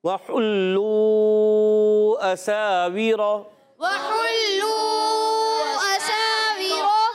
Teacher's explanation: سین کو سیٹی کے ساتھ مد بھی کریں گے